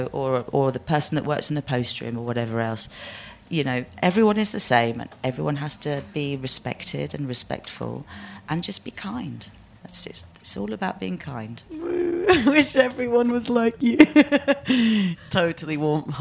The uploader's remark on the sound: At the International Music Summit in April and the pair spoke in front of a live audience.